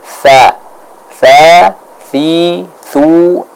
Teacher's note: Huruf tha diucapkan dari ujung lidah yang dipertemukan dengan ujung gigi seri bagian atas.